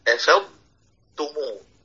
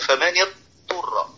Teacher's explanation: الضاد هنا ساكنة حكمها الإظهار، يعني توضحها عادي، حرف توضحه تبينه · Shown in: first take · وأبنه عند التاء نحو أفضتمو، أفضتمو.